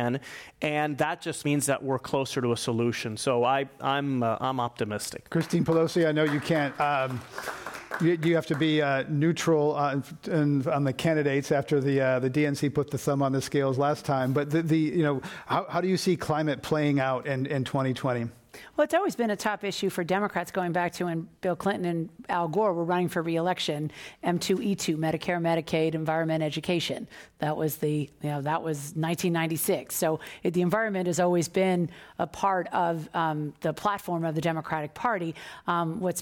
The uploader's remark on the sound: This program was recorded in front of a live audience at The Commonwealth Club of San Francisco on April 30, 2019.